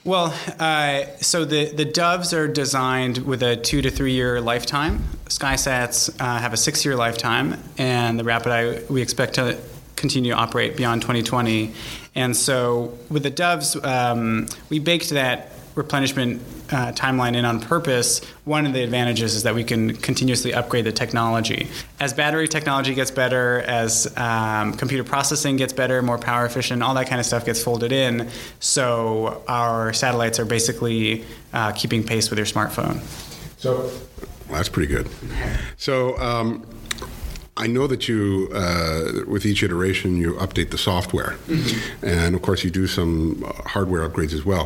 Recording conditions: busy venue